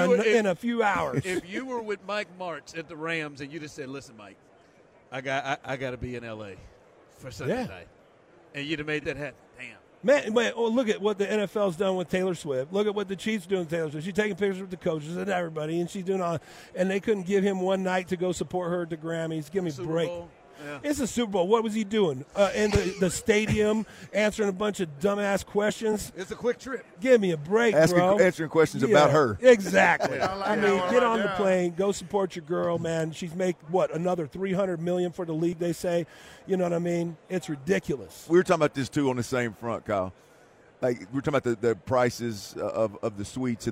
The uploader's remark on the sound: LIVE from Vegas radio row